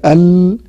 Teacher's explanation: الصوت يكون يمشي هكذا، يمشي هكذا، فإذا التصق اللسان هنا لم يجد له مكان لاستكمال الخروج، وبالتالي ينحرف الصوت، ينحرف فيخرج من الجانبين · Term: الانحراف